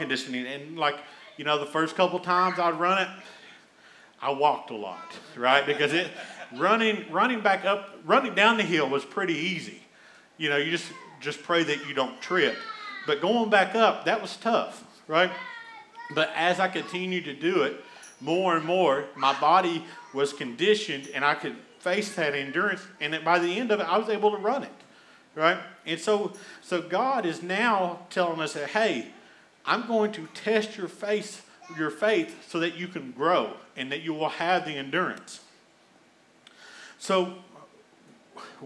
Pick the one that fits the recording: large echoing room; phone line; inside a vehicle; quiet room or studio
large echoing room